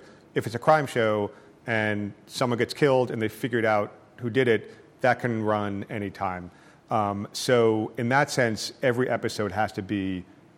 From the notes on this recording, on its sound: In front of a packed crowd in New Haven.